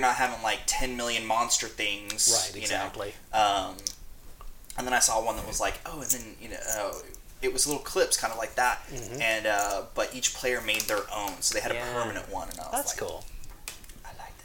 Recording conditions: sounds in the background